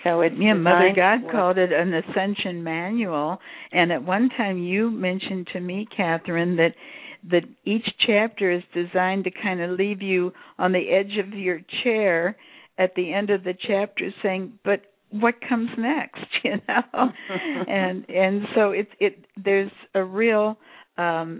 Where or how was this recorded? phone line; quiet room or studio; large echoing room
phone line